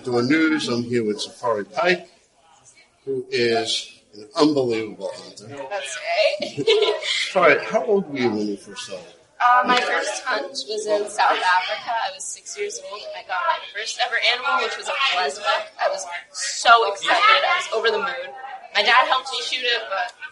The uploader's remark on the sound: Sorry about the audio.